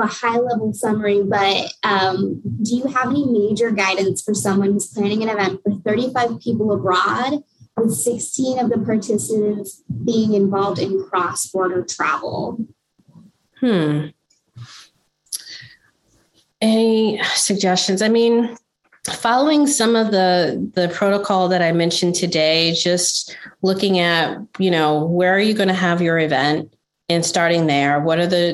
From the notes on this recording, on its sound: In this webinar recording